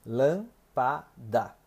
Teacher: Significa que a sílaba tônica é a antepenúltima e todas as proparoxítonas são acentuadas. Exemplo, a palavra lâmpada tem três sílabas: lâmpada e a mais forte é a antepenúltima, levando o acento circunflexo.